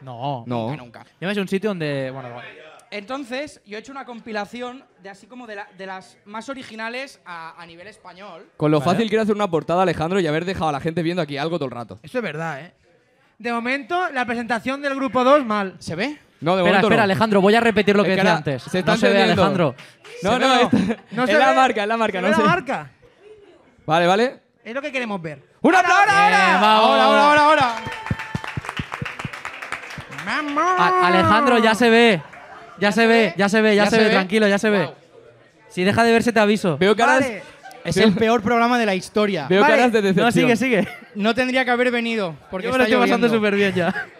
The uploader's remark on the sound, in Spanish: LIVE en THE 1916 IRISH PUB